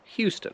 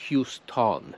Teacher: I tutaj słyszę, że to O na końcu Houston to jest schwa. · Shown in: first take